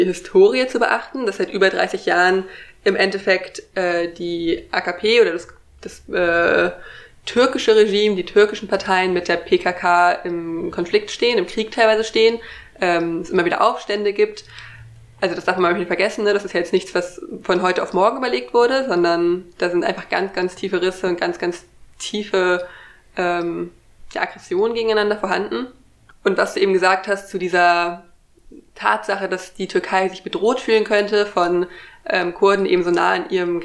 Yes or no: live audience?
no